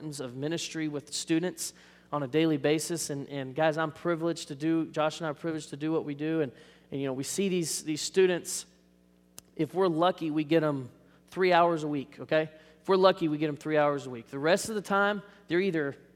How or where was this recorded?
large echoing room